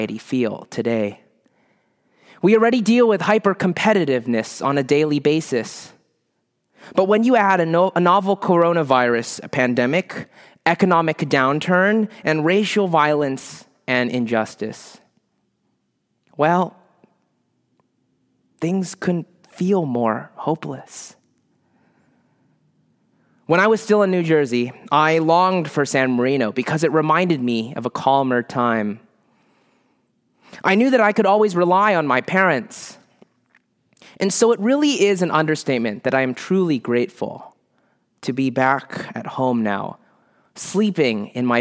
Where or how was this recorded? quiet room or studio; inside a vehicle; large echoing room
large echoing room